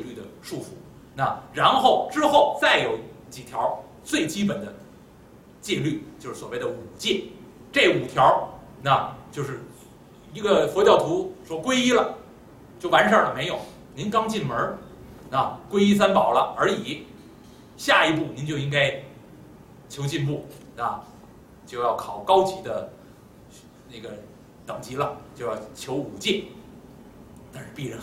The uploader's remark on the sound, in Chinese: 本期录音有问题 音质不好请见谅